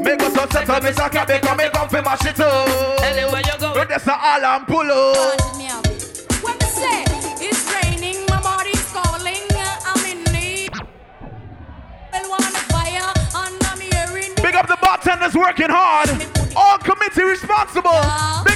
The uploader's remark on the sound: LIVE AT INDEPENDENCE PARTY [DEC 2013]